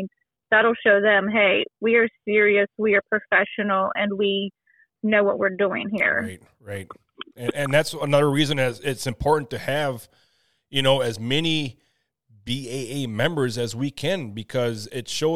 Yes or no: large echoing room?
no